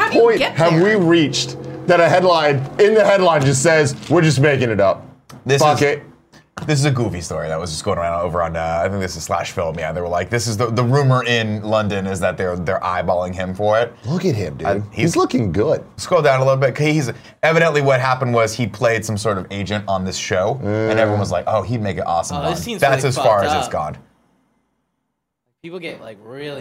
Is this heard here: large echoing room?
no